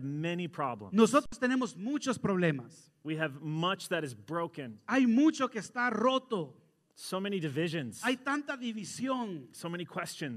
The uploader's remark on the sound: Sermon delivered Sunday, February 14, 2021 (Transfiguration Sunday), at a joint worship service of Christ Church Madison visiting at Lighthouse Church Madison.